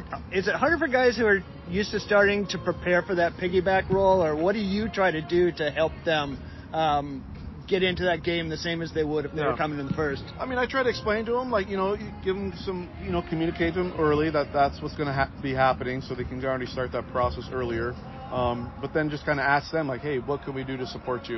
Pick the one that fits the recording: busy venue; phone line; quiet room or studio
busy venue